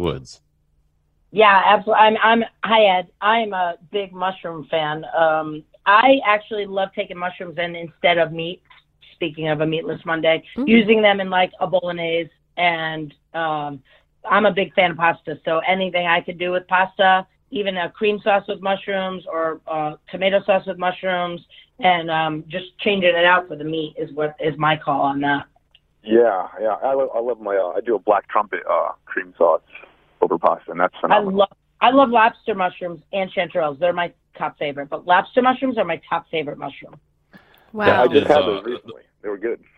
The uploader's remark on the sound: We’re live and taking your calls.